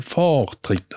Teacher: Das ist jetzt vielleicht ein bisschen übertrieben, aber tendenziell Vortritt. Also das R verschwindet eigentlich hinter dem O, oder? Das heißt, es wird vokalisiert, also es ist so, so weit hinein, dass es vokalisiert und gleichzeitig kommt also das A so ah, leicht über.